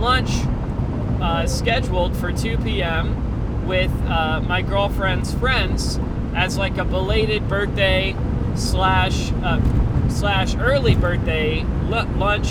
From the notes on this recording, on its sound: While driving home. Hope the audio quality wasn't to bad.